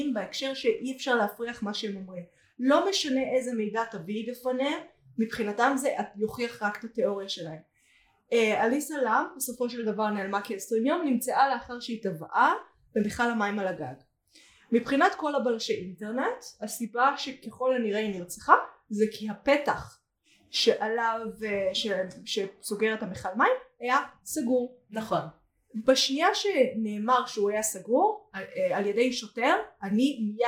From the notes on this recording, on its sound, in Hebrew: הפרק הוקלט בתנאים לא מדהימים ולכן סובל מבעיות סאונד בהתאם.